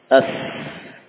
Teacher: maka suara melewati celah. Celah yang sempit baina ats-tsanaya al-'ulya wa as-sufla, melewati celah antara gigi seri atas dan bawah